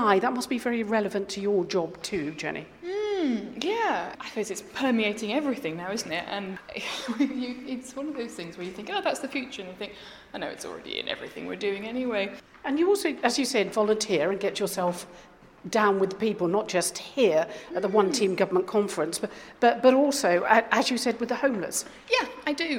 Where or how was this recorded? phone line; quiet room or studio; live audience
live audience